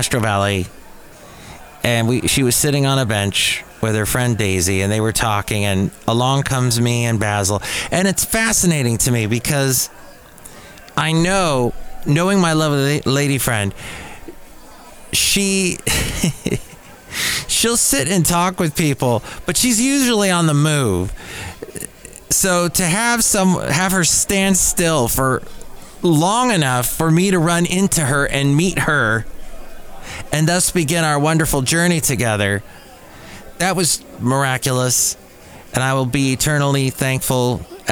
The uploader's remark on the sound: podcasts live from Café Anyway